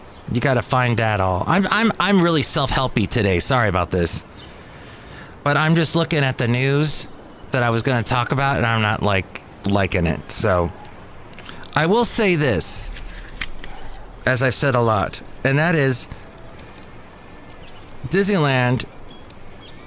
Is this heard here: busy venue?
yes